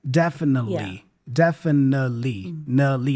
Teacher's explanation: Notice that he doesn't pronounce the T.